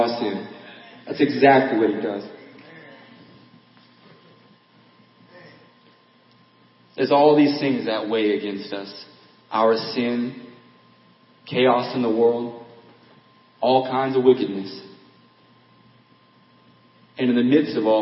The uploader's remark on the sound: Audio Quality Lower Than Normal.